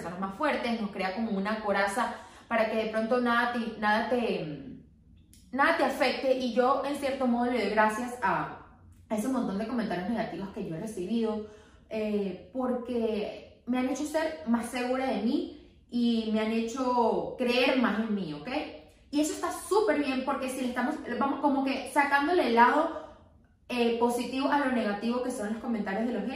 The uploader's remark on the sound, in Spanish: Perdonenme el microfono no se conecto al telefono y todo fue un desastre.